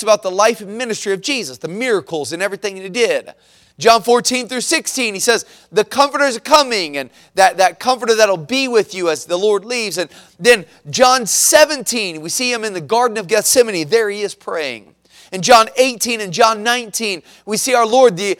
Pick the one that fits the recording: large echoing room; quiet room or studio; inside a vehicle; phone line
large echoing room